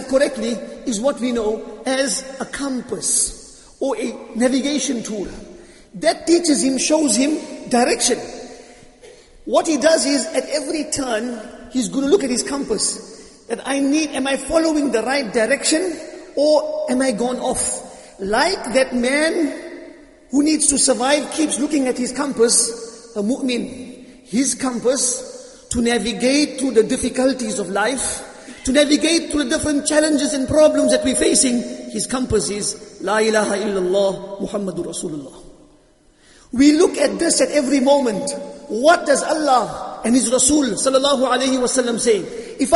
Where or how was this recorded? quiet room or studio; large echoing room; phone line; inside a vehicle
large echoing room